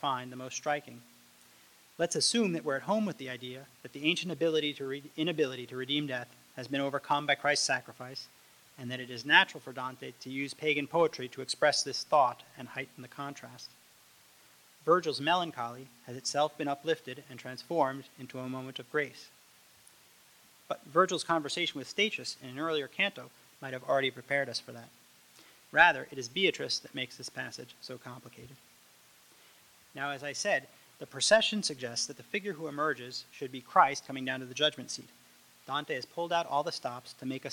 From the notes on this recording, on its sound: Recording of a lecture delivered on December 2, 2011. As part of the Formal Lecture Series.